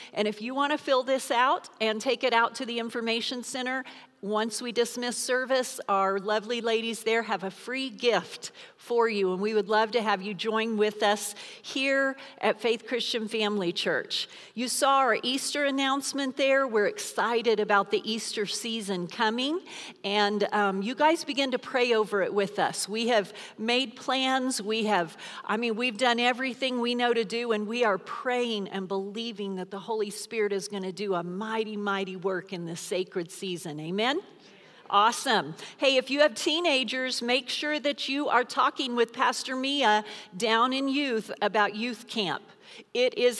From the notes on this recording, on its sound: Recorded live during our Wednesday night service